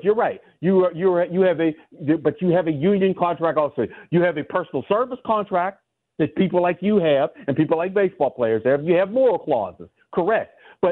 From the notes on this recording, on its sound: In this hour, many fans call